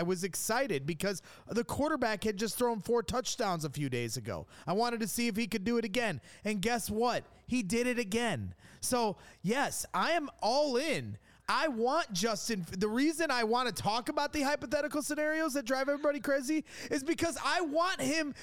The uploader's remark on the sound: live reaction from the locker room